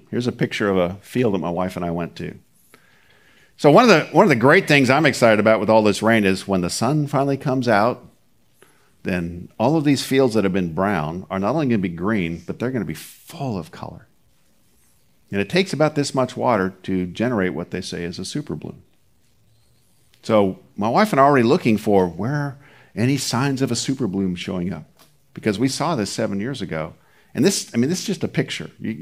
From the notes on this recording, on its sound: Recorded at Seabreeze Church